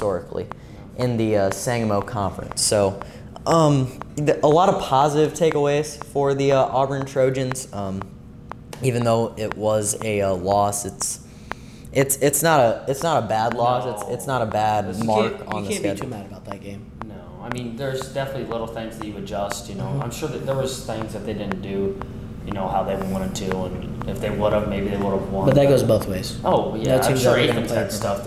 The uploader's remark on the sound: Good Content, Patchy Audio. Not the best audio, we will get that taken care of before next week.